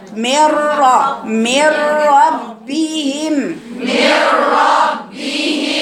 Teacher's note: خلي بالك خلي بالك وتقولي من ربهم ما تقوليش مير مير هتقولي مير الراء مفتوحة مير ربهم مير ربهم. ميم مكسورة النون راحت لأنها مدغمة. · Term: ادغام بغير غنة